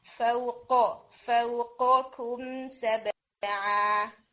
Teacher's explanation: قوف جو ہے وہ ویک ہے، اس کا ہٹ تھوڑا نا اسٹرانگ نہیں آیا، تو میک شور کہ سافٹ پیلٹ پر تھوڑا اسٹرانگ ہٹ کریں